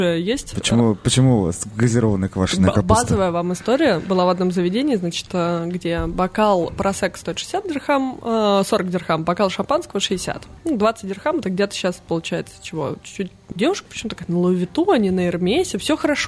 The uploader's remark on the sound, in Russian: нашей серии выпусков, записанных на SPBCW 2023